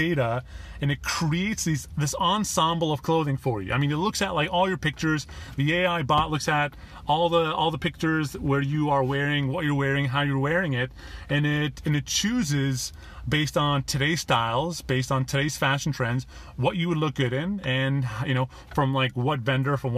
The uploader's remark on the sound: Listen to this podcast episode, which I made in my car from my Google Pixel 2 XL - unedited version...